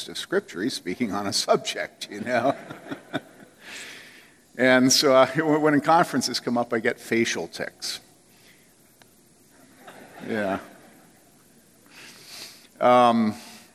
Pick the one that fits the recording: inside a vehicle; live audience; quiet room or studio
live audience